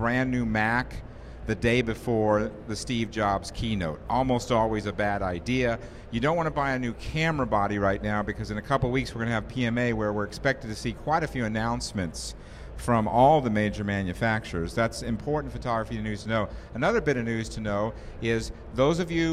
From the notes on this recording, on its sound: Live from Macworld